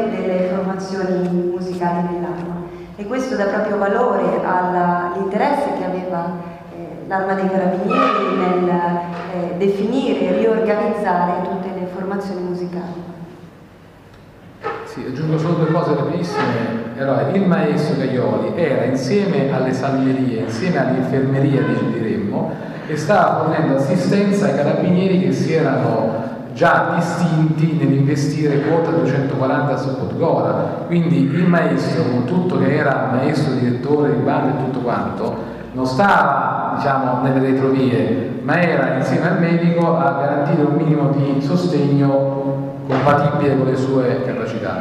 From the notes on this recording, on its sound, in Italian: registrazione della tavola rotonda tenutasi presso il Museo Storico dell'Arma dei Carabinieri il 26 gennaio 2017